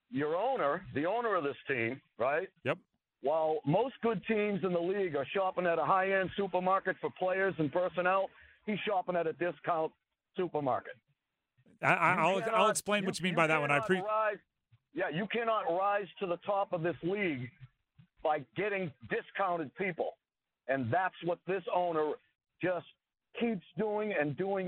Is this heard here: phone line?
yes